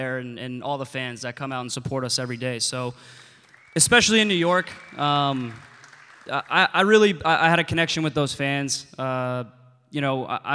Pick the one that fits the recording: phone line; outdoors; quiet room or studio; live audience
live audience